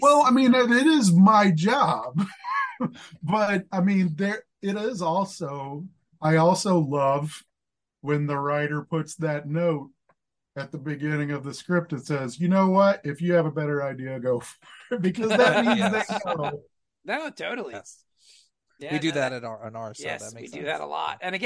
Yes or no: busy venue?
no